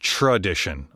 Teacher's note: I often do the Midwestern thing of substituting the TR sound with a CH